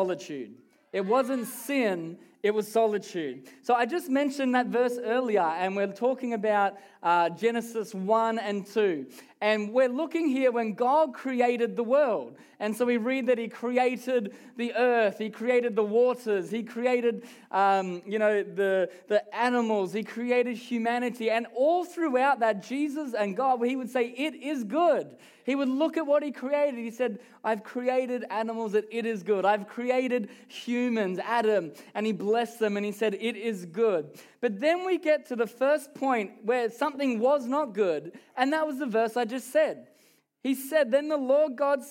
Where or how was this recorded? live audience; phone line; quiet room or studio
live audience